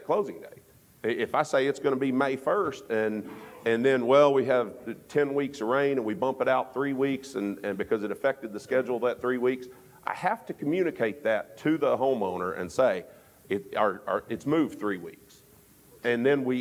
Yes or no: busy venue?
yes